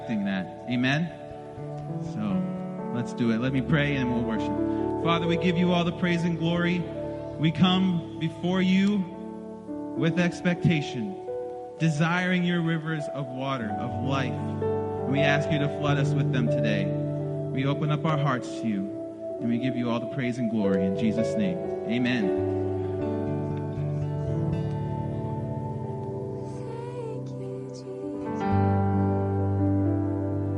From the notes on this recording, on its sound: This recording is of the whole service.